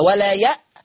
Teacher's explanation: إبدال الهمز الساكن بألف مادية